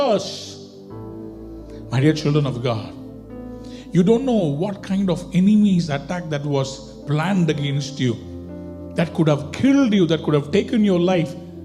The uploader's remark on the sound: Recorded at freedomcentre church, Preston on Sunday 9th August 2020.